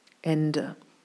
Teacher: die Betonung liegt auf der ersten Silbe und das E am Ende ist unbetont, kurz und offen. Fast nur so ein Ausklang, Ende. · Term: Hochdeutschen